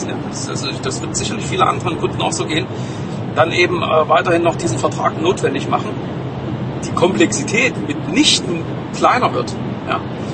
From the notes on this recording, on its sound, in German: Auf dem Weg zurück von einem Kundentermin. On the Road - deswegen auch mit etwas Hintergrundgeräuschen.